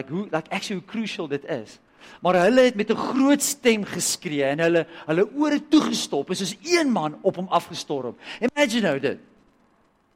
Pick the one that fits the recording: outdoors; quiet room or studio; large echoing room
large echoing room